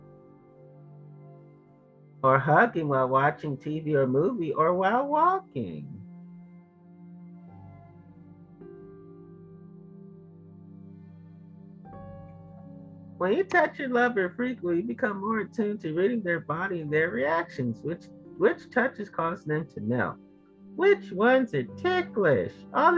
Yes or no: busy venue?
no